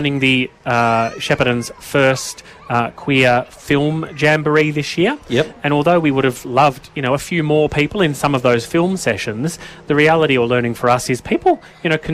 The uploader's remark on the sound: a special outside broadcast live from the 2023 OUTintheOPEN Festival Carnival Day from the Queen's Gardens in Shepparton